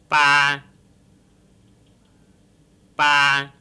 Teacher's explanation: the low level tone, the low creaky tone, and the low breathy tone